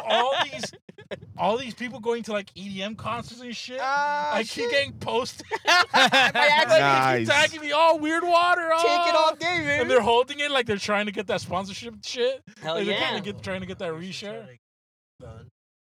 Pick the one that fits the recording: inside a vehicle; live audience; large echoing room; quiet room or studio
inside a vehicle